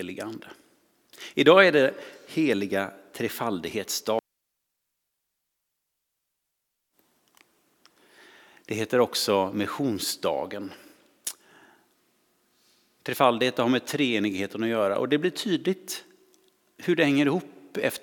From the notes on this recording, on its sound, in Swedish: Inspelning från Immanuelskyrkan Skövde.